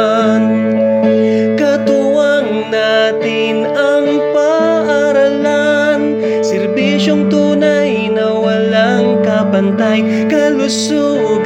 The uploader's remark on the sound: Just recorded in my CP.